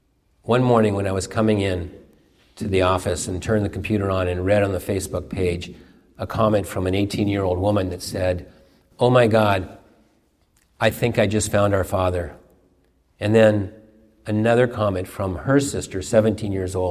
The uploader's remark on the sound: a sermon during morning worship at the University Unitarian Church in Seattle